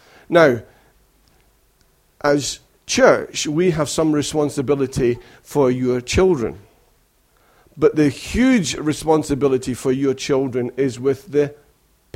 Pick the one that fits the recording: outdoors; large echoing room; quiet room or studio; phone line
large echoing room